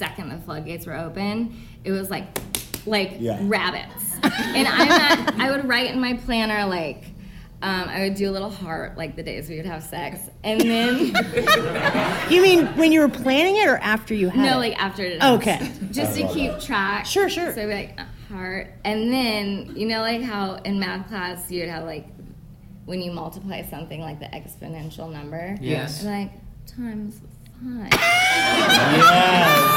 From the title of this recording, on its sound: Live in San Francisco!